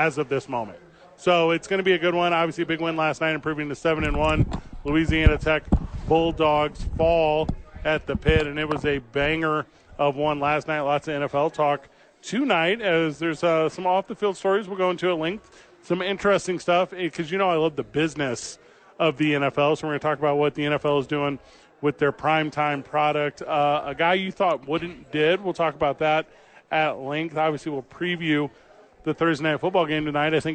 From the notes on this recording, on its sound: live at Sadies